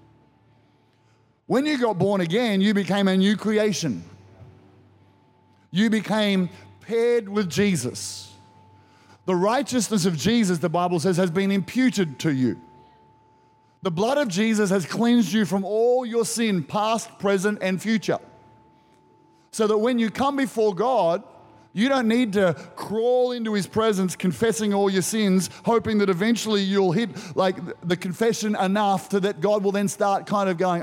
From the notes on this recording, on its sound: Recorded during our 9am service on Sunday, the 23rd of April 2023